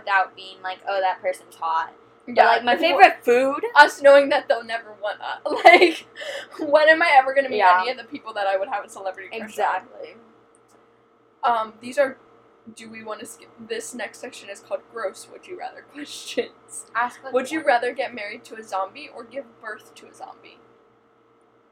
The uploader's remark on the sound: I apologize for the background noise in this episode.